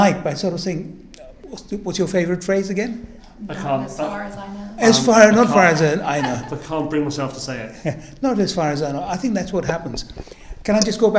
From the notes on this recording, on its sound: spoke at the 2023 PCCS conference in Edinburgh